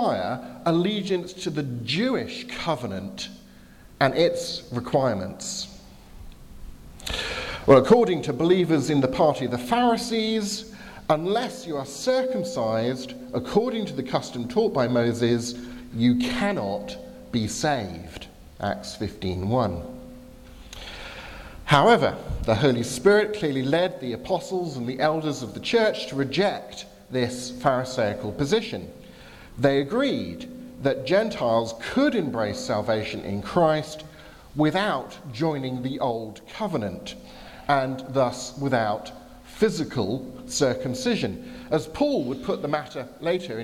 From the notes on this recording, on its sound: from the 11 am service at Highfield Chruch Southampton